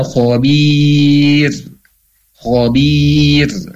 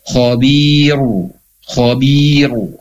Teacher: Kalau dibaca waqsal khabirun, ro-nya tebal, tapi kalau diwaqafkan maka ro-nya menjadi tipis karena sebelumnya ada ya sukun · Shown in: first take · sebelumnya ada ba berharokat kasrah.